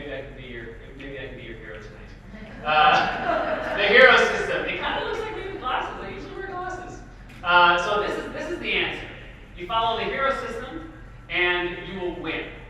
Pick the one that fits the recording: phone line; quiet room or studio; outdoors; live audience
live audience